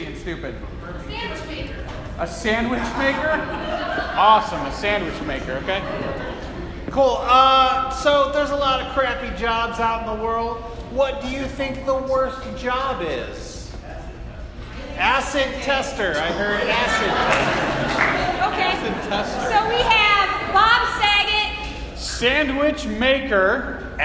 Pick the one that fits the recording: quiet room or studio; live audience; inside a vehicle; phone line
live audience